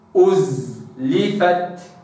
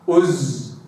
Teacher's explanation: تأتي الزاي ساكنة وقبلها الضم لابد أن أستكمل الضم ما قبلها وأرجع لها في وضع السكون · Shown in: first take · أقول أزلفت، مولشي أز وإنما أزلفت هكذا.